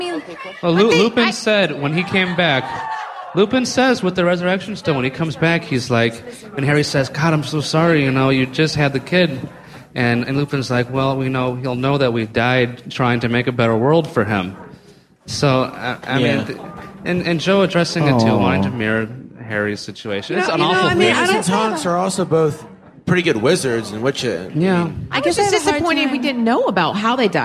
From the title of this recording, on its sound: LeakyMug Live from Prophecy 2007